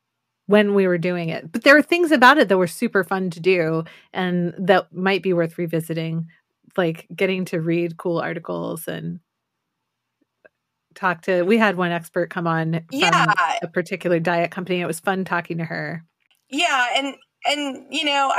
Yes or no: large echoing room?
no